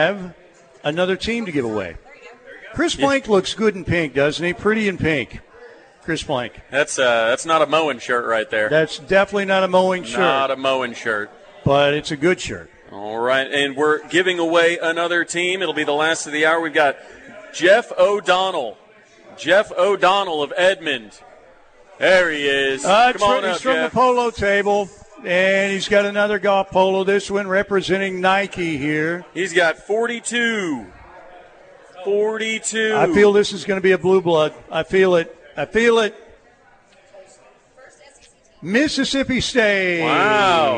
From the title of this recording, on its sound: LIVE FROM BWW IN EDMOND FOR GRIDIRON GIVEAWAY